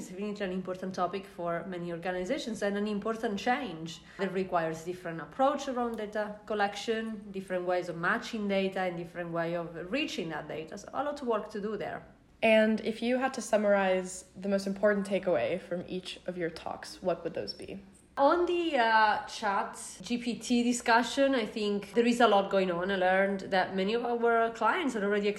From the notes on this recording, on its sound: This week we come live from Forrester's CX EMEA conference.